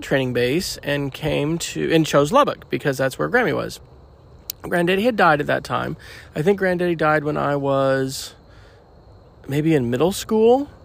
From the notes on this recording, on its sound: recorded at Anne Springs Close Greenway in South Carolina, just outside Fort Mill